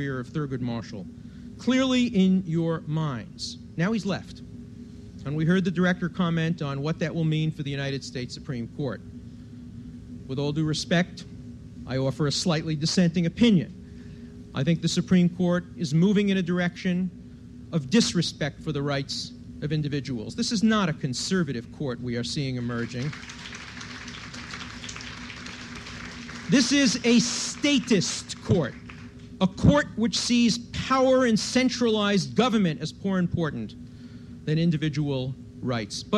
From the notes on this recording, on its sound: recorded at the 1991 Academy of Achievement Summit in New York